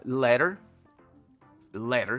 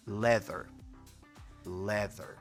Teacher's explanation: La única diferencia es que cuando diga leather, va a poner la lengua entre los dientes. · Shown in: second take